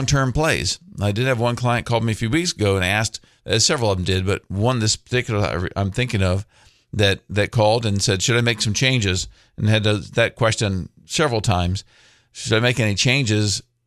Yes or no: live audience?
no